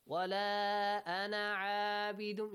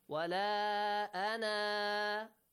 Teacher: if you join the word ana with the next word, you skip alif. But if you stop on the word ana, you should stretch it for alif mad.